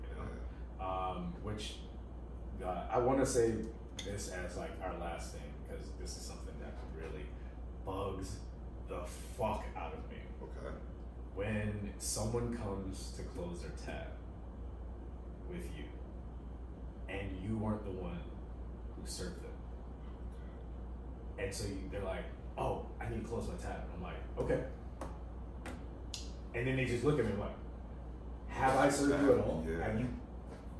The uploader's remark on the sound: There was a glitch with OBS (the audio software) and we had to use the backup audio for this episode.......again(we are going to switch software going forward).